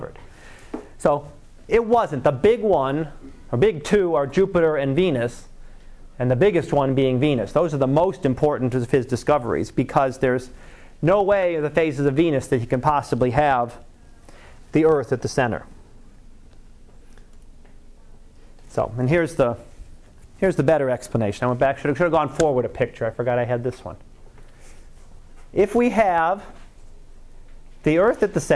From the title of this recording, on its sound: Live Class Lecture